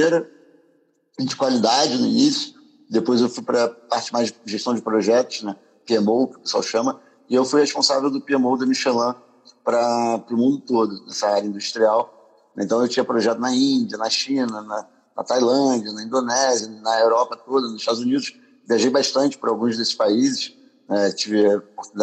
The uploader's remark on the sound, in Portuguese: Live no Instagram